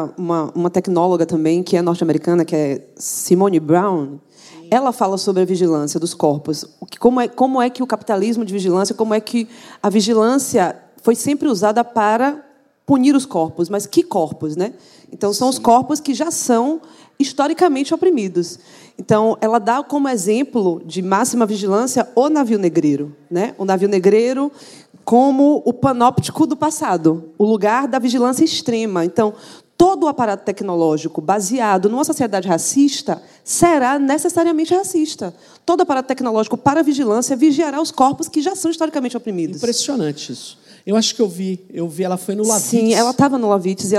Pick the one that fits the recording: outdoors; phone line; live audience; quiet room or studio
live audience